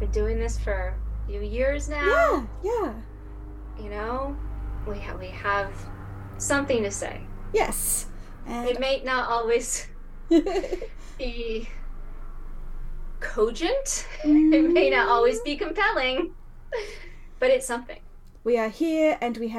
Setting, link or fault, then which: fault, sounds in the background